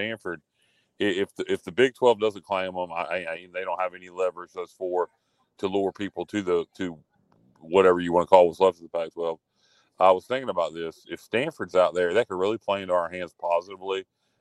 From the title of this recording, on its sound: LIVE FROM PORKY'S BACKYARD BBQ